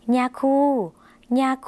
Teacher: ย่อยุ่งในภาษาลาวออกเสียงขึ้นจมูกนะคะ